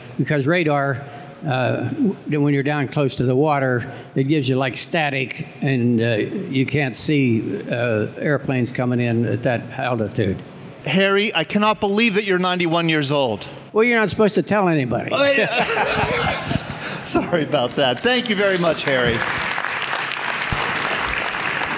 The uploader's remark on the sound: recorded live September 9, 2016 at the Air Force Reserve 911th Airlift Wing in Moon Township, Pennsylvania.